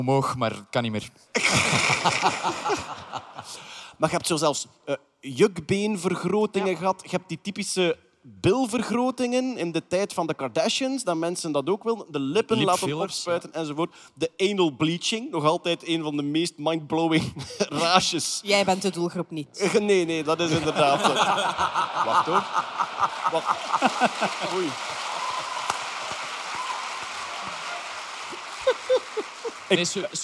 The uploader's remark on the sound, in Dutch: Live op Nerdland Festival. Een nieuwe podcast, live vanop het Nerdland Festival!